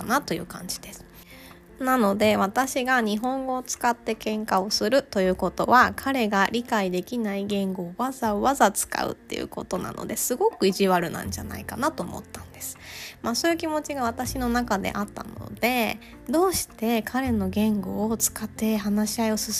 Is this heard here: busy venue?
no